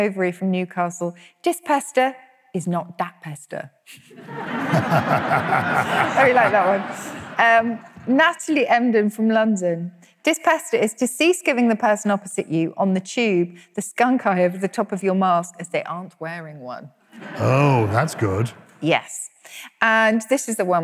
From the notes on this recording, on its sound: Recorded live at the first of our London shows at the Cadogan Hall.